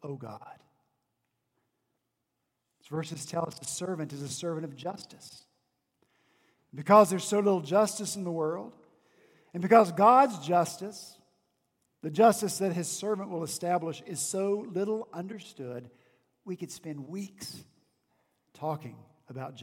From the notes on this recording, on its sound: On Sunday, December 23 at Redeemer Presbyterian Church in Charleston, SC, our senior pastor preached. At Redeemer Presbyterian Church in Charleston, SC, our senior pastor preached his Advent sermon series.